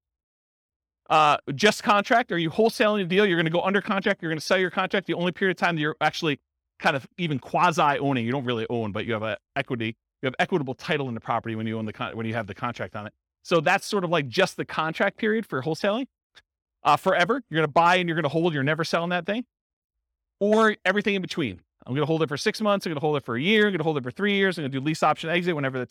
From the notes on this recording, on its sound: This was a live class recorded